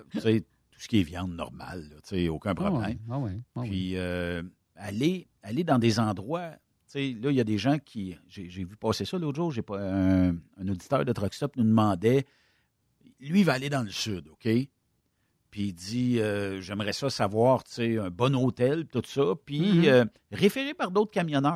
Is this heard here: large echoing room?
no